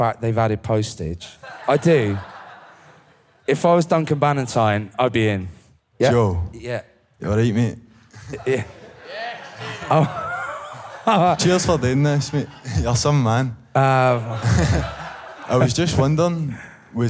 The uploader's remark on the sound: Live audience Q&A. This Q&A was recorded at the wonderful Barras Art & Design in Glasgow.